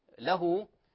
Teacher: له، لاحظوا إخواني، له هذا مد صلة صغرى، الهاء بعدها واو صغيرة، هذا مد طبيعي يمد حركتين